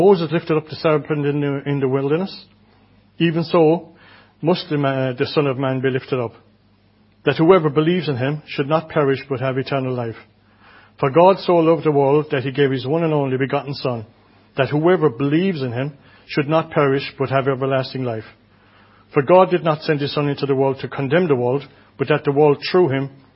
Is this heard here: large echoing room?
yes